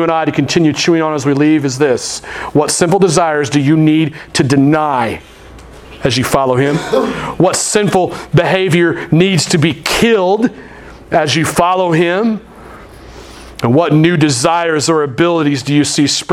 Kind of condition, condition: setting, large echoing room